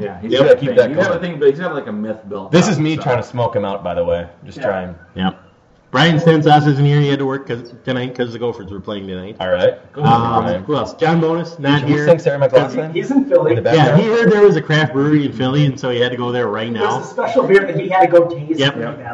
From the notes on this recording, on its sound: Because of the noise, and the echoes. Live via satellite...